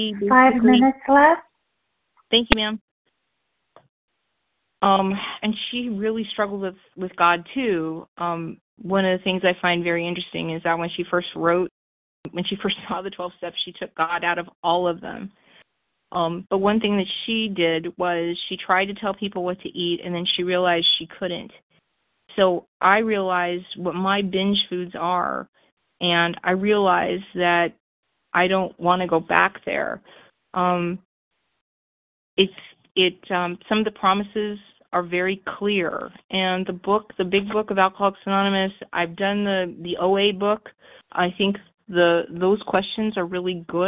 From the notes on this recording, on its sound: Phone Meeting, 12/1/23.